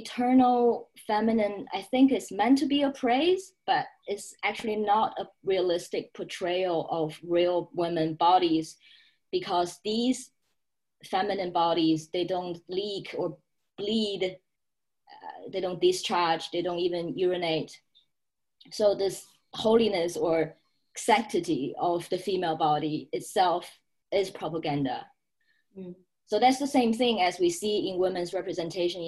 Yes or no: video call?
yes